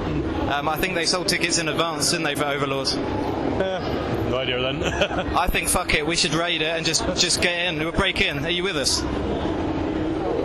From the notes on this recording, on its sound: Record a podcast live from the convention floor at this October's MCM Comic-Con London. A little shorter and a lot noisier than usual.